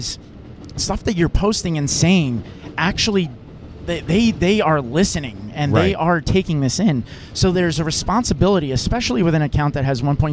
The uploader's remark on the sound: LIVE FROM THE 7 TRAIN! It's all taped on the actual 7 Train!